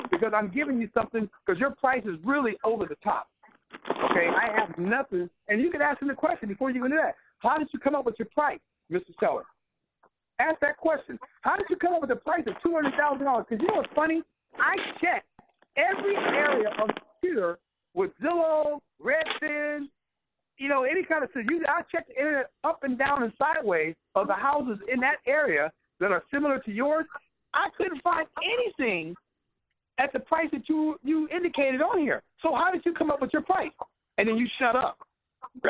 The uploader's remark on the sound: Q&A Call 2016-04-11.